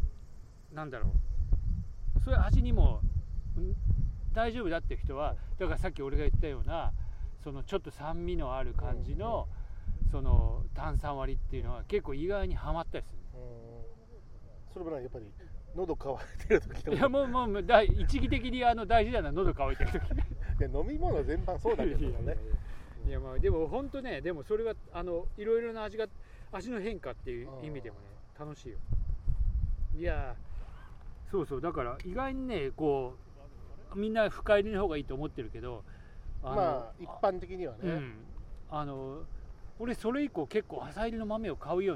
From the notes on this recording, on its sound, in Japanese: 午後の河原にて。時折風の音でお聞き苦しいところもあると思いますが、ご容赦ください。